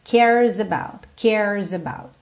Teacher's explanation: esse S acaba tendo um som de Z, porque ele tá juntando no about.